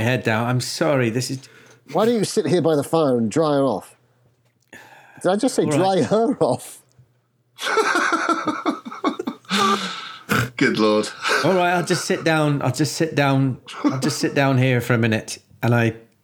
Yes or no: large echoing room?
no